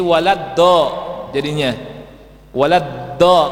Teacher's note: Kalau menekan yang ujung, keluar huruf dal. Dal yang mufakham. Dal yang ditebalkan. Dal yang tebal.